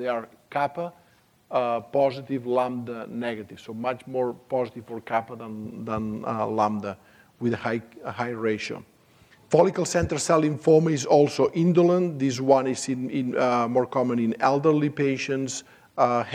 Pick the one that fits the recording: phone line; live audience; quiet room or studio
live audience